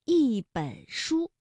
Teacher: 在三声面前读去声